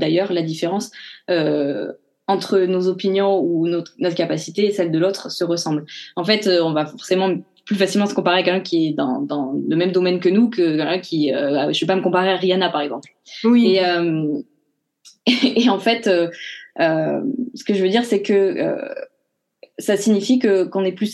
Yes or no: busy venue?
no